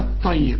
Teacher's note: احنا متفقين على ان الراء ما دام هنوقف عليها هنرققها